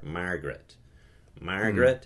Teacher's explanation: the nasal consonant bleeds into the vowel that follows, yeah. And that R tends to take some nasality, Margaret.